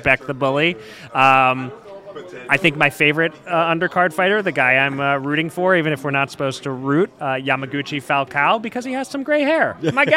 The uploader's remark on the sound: live from Las Vegas